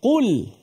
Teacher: huruf qaf tu huruf yang isti'la, huruf yang tebal. Tetapi lam tu huruf yang nipis. Maka kita baca qul.